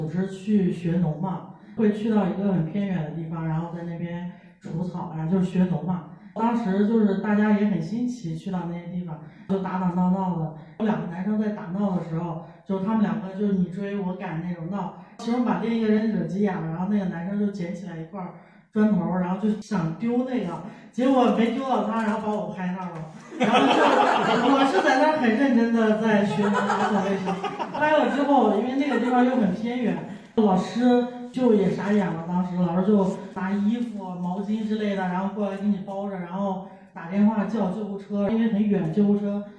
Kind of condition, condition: fault, poor microphone